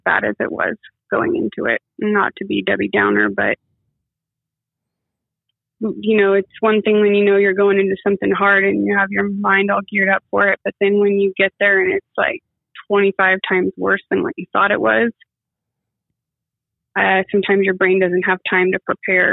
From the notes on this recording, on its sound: Calls in to update the audience after her surgery.